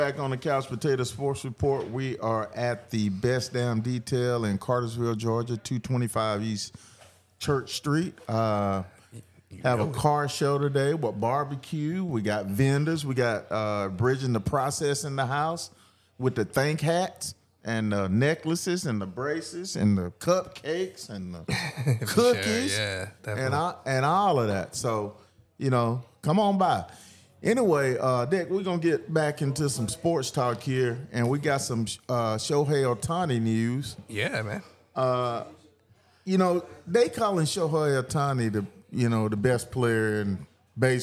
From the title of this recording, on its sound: Live at the Best Damn Detailer car show